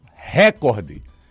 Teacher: ela seria uma proparoxítona com a sílaba forte sendo a primeira, ré